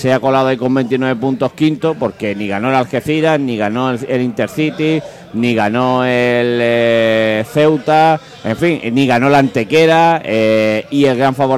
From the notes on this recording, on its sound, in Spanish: emitido En directo desde el restaurante del Club Náutico Saladillo